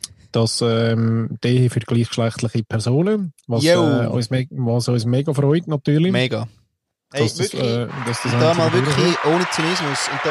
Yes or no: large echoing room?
no